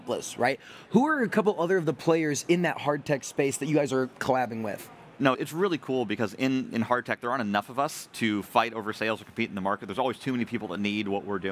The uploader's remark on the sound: This conversation took place at Rally, the Largest Global Cross-Sector Innovation Conference.